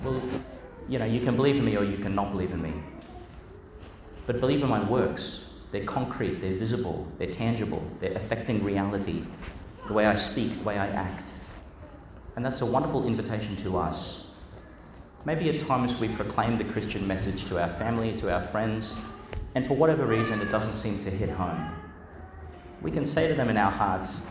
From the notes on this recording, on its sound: delivered in Our Lady Star of the Sea, Gladstone, Qld.